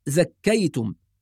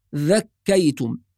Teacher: أيضا كلمة ذكيتم بعض الناس يقرأها بالزاي، ذكيتم، والصواب أنها بالذال، ذا بإشراك طرف اللسان مع الأسنان · Shown in: second take